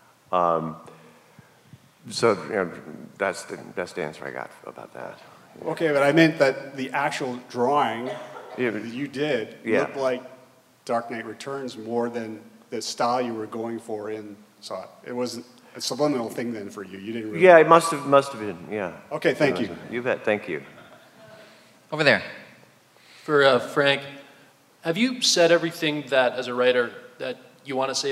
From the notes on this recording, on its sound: a very rare appearance at the Toronto FanExpo Q&A Panel